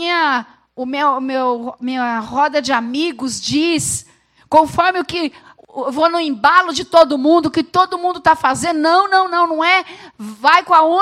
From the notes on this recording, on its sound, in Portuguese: Gravado no Culto da Família.